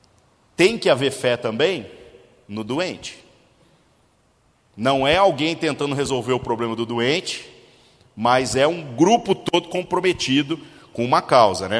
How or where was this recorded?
large echoing room